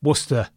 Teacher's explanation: the tendency for people to drop a syllable when it's similar to the syllable next to it · Term: haplology